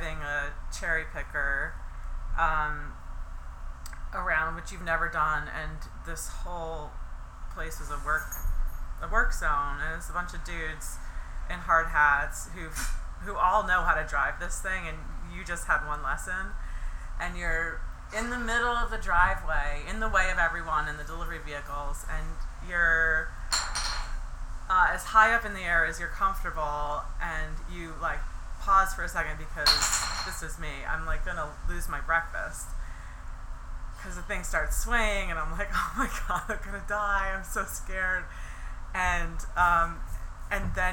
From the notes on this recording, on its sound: The Alchemist which has its main location in Stowe, VT. I had the pleasure of interviewing her on location at the brewery.